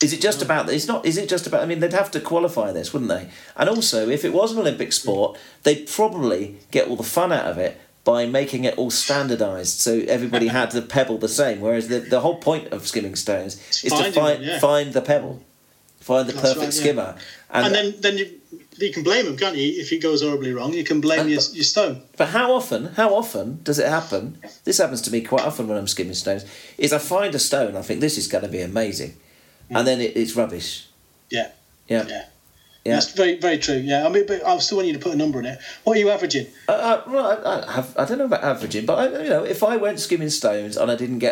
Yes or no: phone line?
no